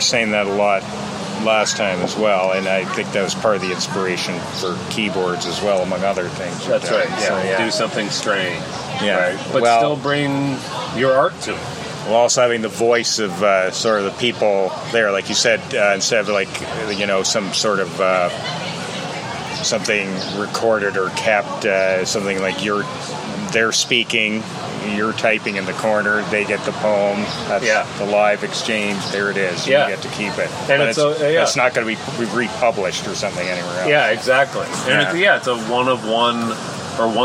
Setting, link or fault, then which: fault, sounds in the background